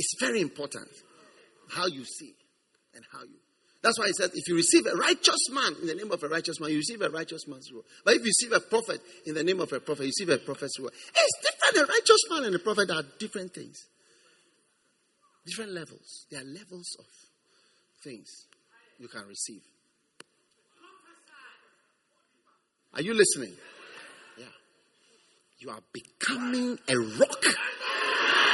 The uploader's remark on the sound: Preached at the First Love Center.